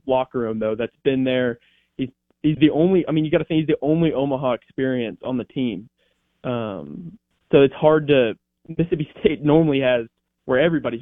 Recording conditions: phone line